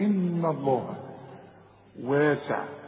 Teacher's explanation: لازم نرقق الهاء بتاعت لفظ الجلالة